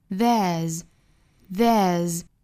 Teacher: in the world, not unless we make it.首先我们来讲解语音的发音。首先是英音版的讲解。There's,我们来看 there's 这个词其实是 there 和 is 的缩约形式。直接读好了 there 之后加一个小小的 z 的发音就可以了